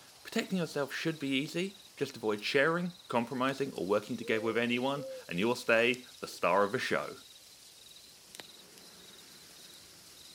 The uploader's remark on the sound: Recorded live under the night sky, with predictions made as the stars swirl overhead. It was a late night.